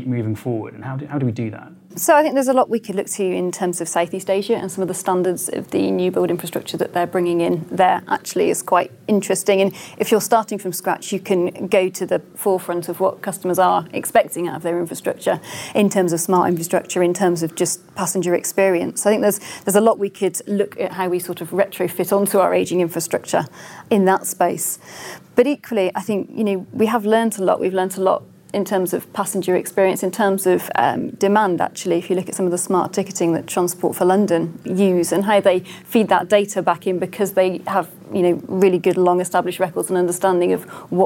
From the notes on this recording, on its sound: In front of a live audience.